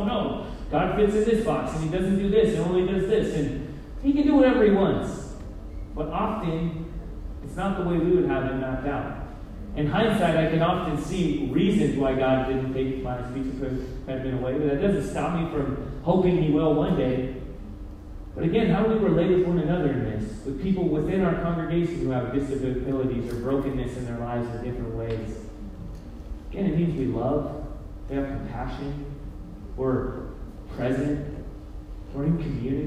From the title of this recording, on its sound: Poor Audio Quality